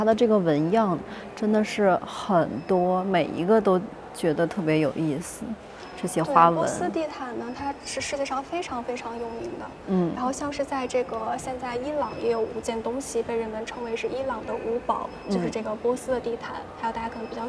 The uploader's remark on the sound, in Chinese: 来自伦敦V&A博物馆现场发回的“声音记录”。节目有环境噪音，已尽量处理。